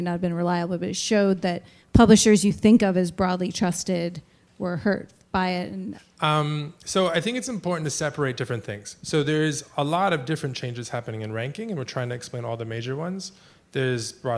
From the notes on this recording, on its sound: recorded at a May 17 conference co-hosted by CJR and The Information in San Francisco